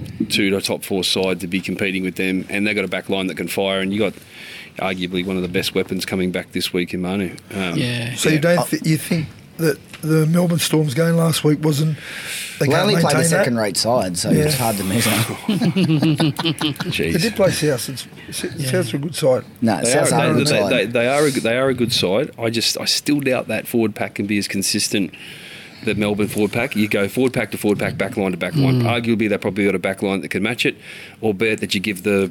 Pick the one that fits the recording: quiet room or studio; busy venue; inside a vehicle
busy venue